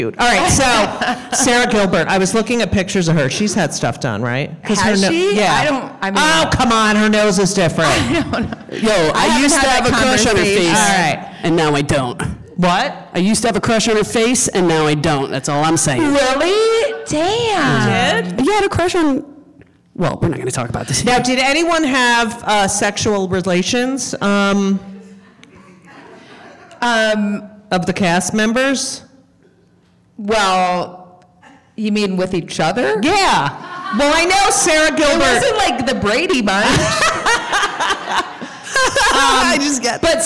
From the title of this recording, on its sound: LIVE at NYC Podfest